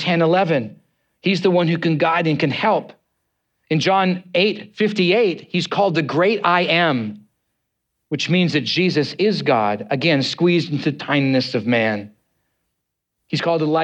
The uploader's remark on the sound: preached on Easter Sunday, on 9th April 2023, at Neighborhoodchurch